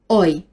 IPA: ɔɪ